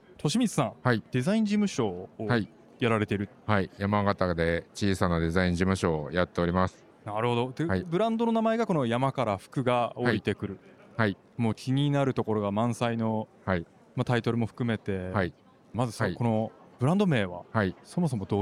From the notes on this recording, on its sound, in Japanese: 今年2月に東京・恵比寿で行われた中川政七商店主催の小売店向け合同展示会「大日本市」の現場レポートをお送りします。